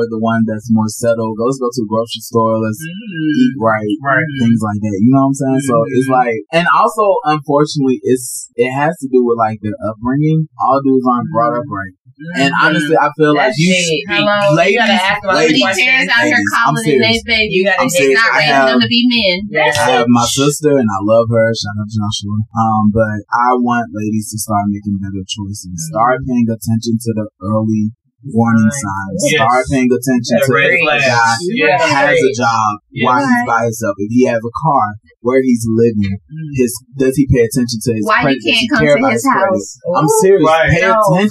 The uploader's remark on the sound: This episode had some technical difficulties with the sound. WOPV Entertainment podcast recording studio here in Atlanta.